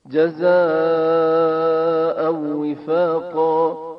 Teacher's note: قاری هم وقتی تلاوت می کنه بسیار با سرعت رد می شه از این مورد و بدون غنه اون رو ادغام می کنه